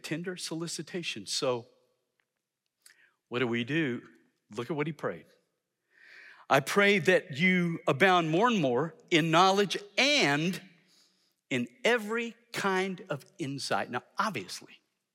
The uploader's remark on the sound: in #SWBTSChapel on February 7, 2023